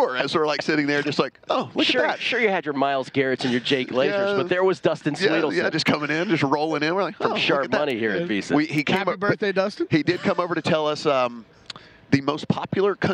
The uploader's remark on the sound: broadcasting live from media row